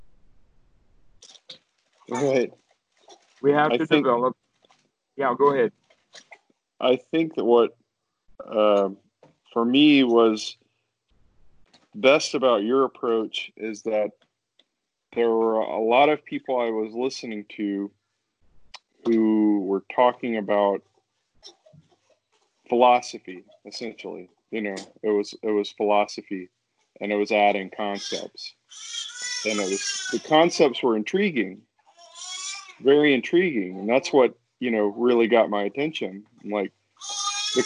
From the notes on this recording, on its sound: skype calls